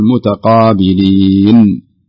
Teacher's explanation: حاول تمسك النون تخليها ساكنة بدون ما تقلقل فيها تظهر النون يعني تقول متقابلين بس تمسك ما تقول لا تجعل في هناك